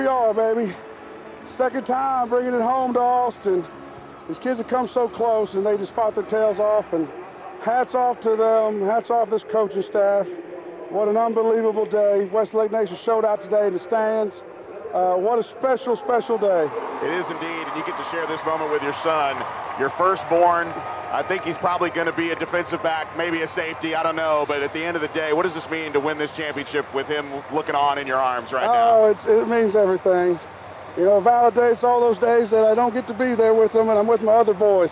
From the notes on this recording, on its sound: Enjoy the final call and the post game show live from AT&T Stadium.